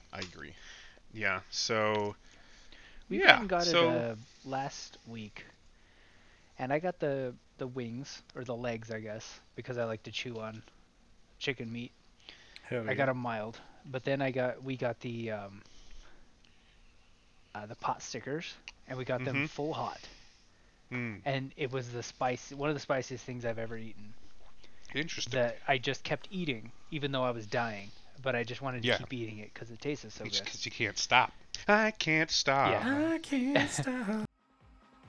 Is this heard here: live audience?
no